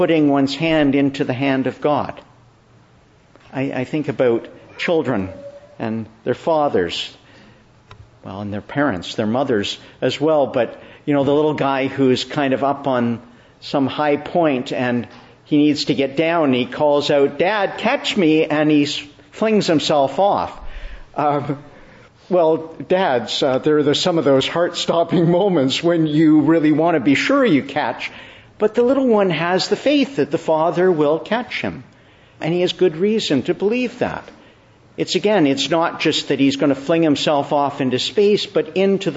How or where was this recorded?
large echoing room